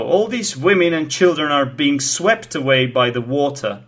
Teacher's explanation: So women, children, swept, and water are stressed. The others are not stressed.